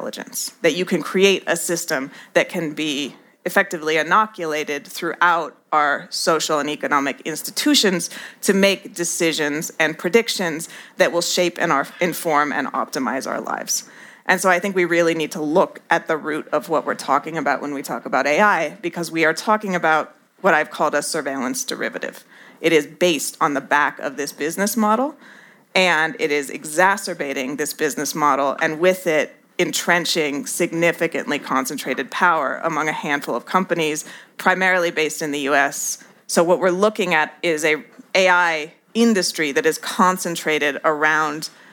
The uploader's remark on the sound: at a live event at the World Economic Forum in Davos, Switzerland.